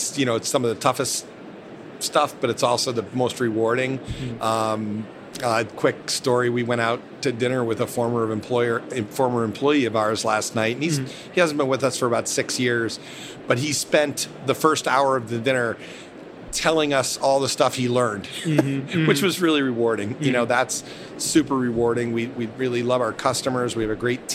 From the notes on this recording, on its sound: Recorded at the Winter Fancy Food Show in Las Vegas.